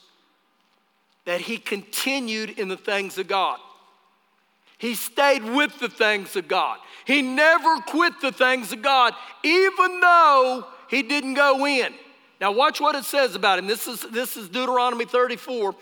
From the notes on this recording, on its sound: Recorded live during our Wednesday night service.